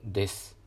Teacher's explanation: このですとますは母音が無声化するのが多分普通のはずですね · Term: 母音の無声化